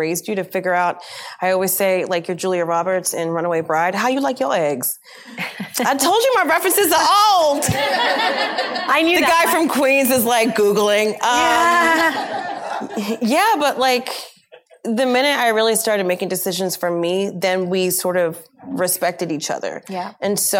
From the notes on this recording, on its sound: Taped earlier this summer in front of a live audience at the Midnight Theatre in Manhattan.